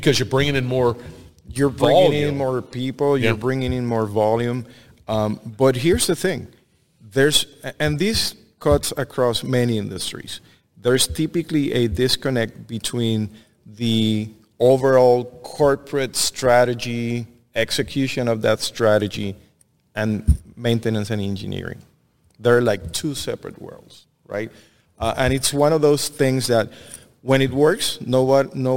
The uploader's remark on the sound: Industrial Talk is onsite at Hexagon LIVE. Hexagon live is a big event.